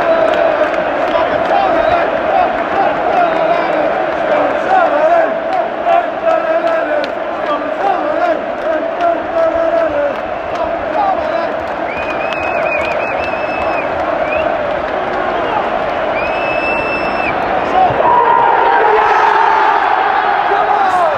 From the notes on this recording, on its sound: Spine-tingling audio direct from Old Trafford.